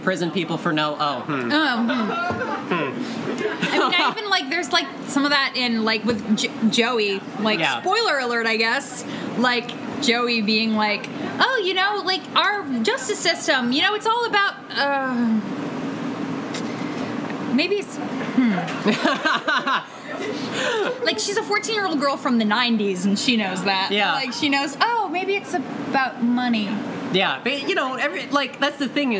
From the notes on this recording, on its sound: Live in Renton. Join a lively crowd in Renton.